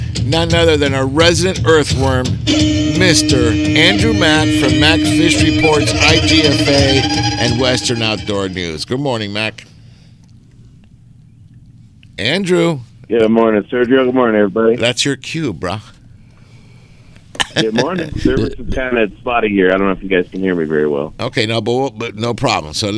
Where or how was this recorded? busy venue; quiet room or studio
busy venue